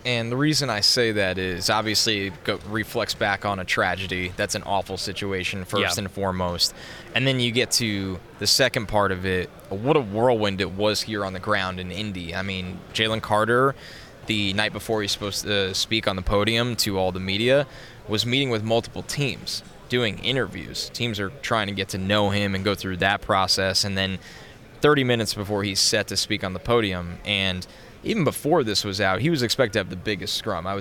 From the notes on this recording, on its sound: come to you live from the 2023 NFL Combine